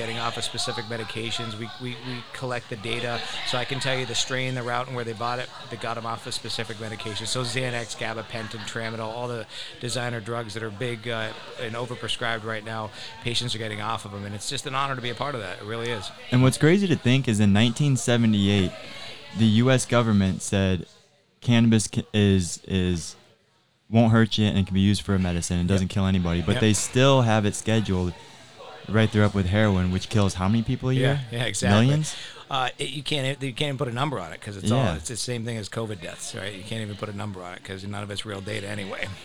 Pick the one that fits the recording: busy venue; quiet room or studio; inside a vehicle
busy venue